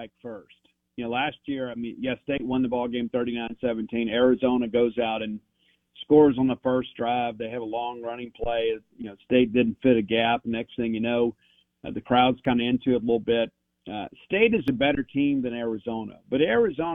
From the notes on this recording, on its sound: on the Farm Bureau guest line